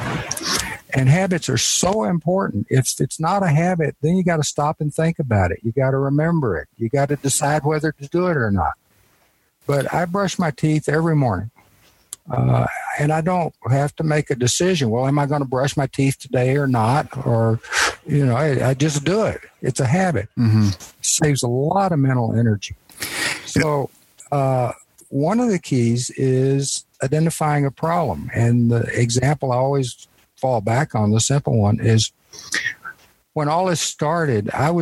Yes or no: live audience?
no